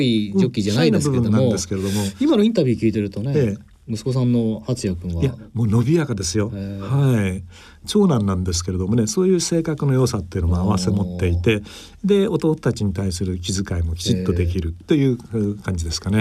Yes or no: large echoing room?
no